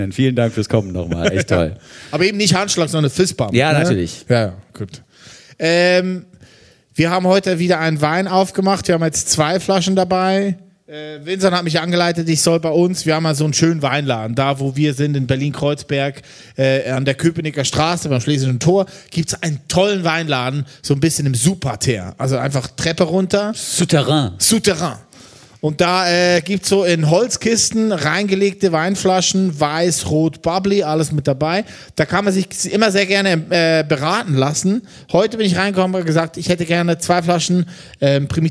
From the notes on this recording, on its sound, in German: Eine weitere Live-Ausgabe des FluxFM Zuckerstücklis auf der Dussmann-Bühne.